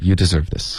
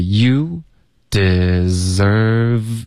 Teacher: v 的音呢跟后面 this 要连发过去。OK，所以是一个 v 下唇碰上齿，发一个摩擦的音，别发成呜，OK，别两个嘴唇都嘟起来，这只是下唇碰上齿，deserve 这个持续到你的舌尖代替你的